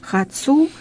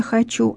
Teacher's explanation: У них нет «че», у них есть «це» · Shown in: first take · Term: цокающие говоры